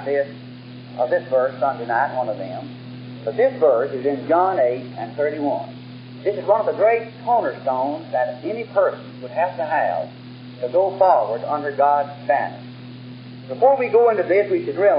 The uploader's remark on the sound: While old recordings and tapes are sometimes poor in quality, we are always very thankful to have these messages preserved for our day.